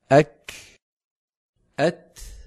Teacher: الشدة والهمس في الكاف والتاء صفتان على الترتيب، فهذان الحرفان شديدان في أولهما مهموسان في آخرهما